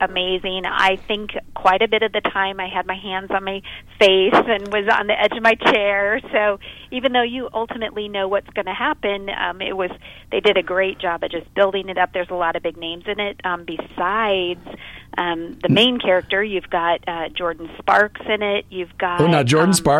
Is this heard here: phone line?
yes